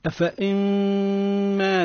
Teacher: حكمها الإدغام وتقرأ هكذا. أفإن النون تنتفي تماما